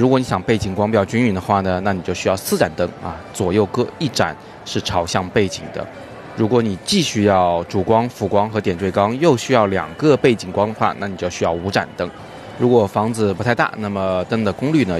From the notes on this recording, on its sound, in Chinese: 我是在街头陪大家早自习，所以稍微有点噪音，请大家见谅。